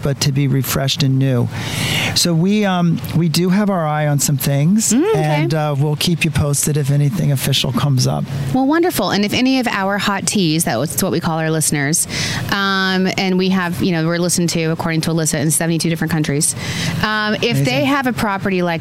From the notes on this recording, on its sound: On site at The Pridwin, Shelter Island. We are on location on the beautiful Shelter Island at one of the most amazing resorts, The Pridwin.